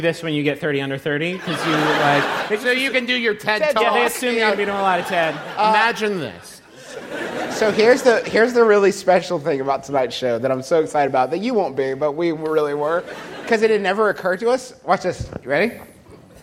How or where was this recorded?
live audience